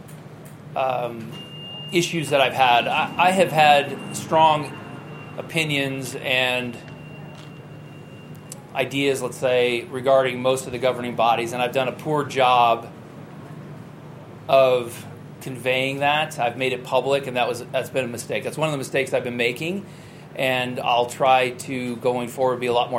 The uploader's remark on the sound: broadcasts live from the US Open at Brookline